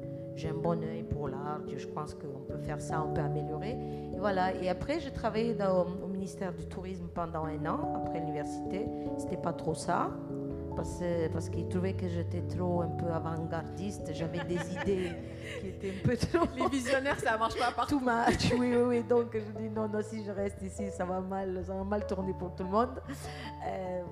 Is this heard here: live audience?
yes